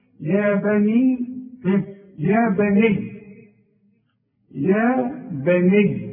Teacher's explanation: الياء عندي مشدده، وكل حرف مشدد حرفين، وإذا وقفت على ديت هتقول يا بني، مش يا بني